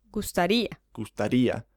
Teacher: the stress, the accent which you add to the word, hits on the ia